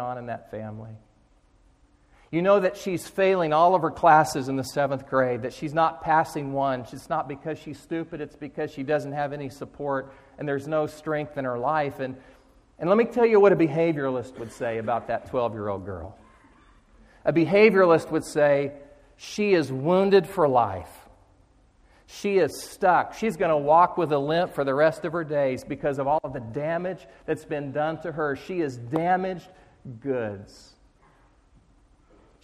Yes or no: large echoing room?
yes